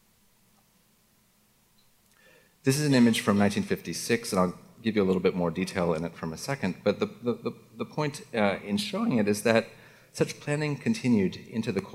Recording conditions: busy venue